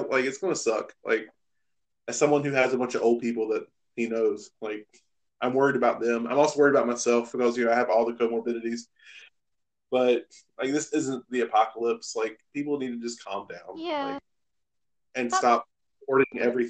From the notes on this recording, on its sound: Sorry the audio is janky